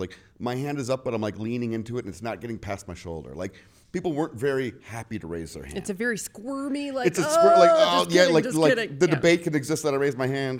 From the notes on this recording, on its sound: In a panel recorded live in front of an audience at the 2023 Eye to Eye National Friends and Allies conference.